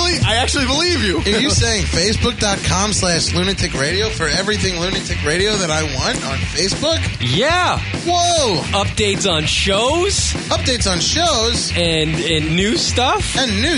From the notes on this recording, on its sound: listener calls, drunk calls